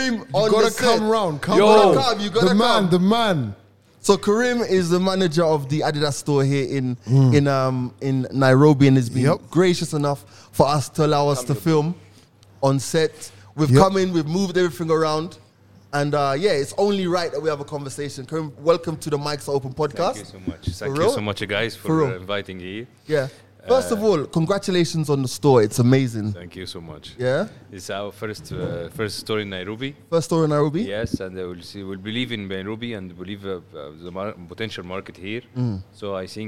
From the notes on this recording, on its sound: Today we are live at the only OFFICIAL Adidas store